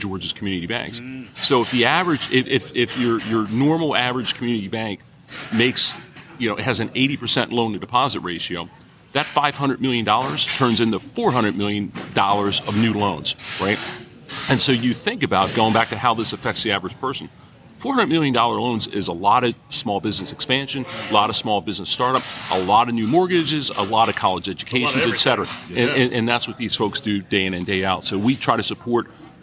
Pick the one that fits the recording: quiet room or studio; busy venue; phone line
busy venue